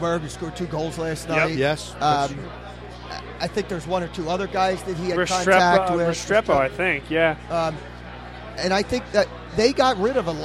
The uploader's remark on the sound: Vuvu Live From Iron Abbey. Vuvu Soccer is live from the Iron Abbey in Horsham, PA.